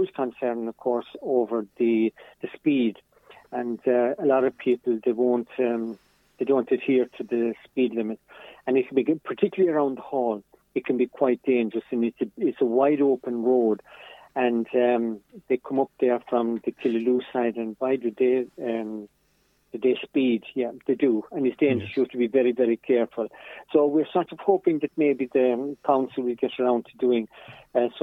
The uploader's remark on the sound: joined on the phone by Ogonnelloe correspondent